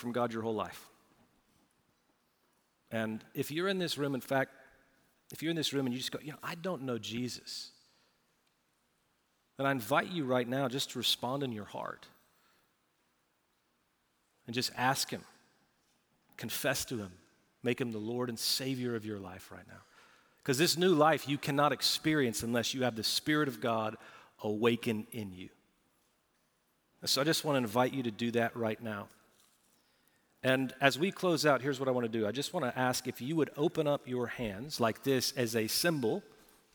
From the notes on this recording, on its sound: Recorded Live at Brookwood Church on 3.26.2023